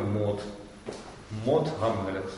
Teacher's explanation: АУ преобразуется в О, тоже стяжение такое